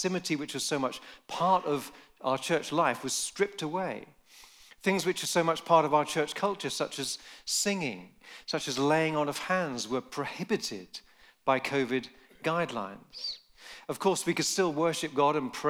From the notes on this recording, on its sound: Recorded live in Nottingham at the Vineyard Leaders' Gathering 2023.